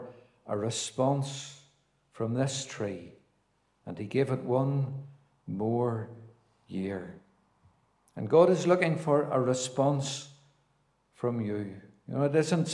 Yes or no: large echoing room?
yes